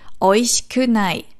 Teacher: Also es ist nicht oishikunai, das I vom Shi hört man nicht, das wird verschluckt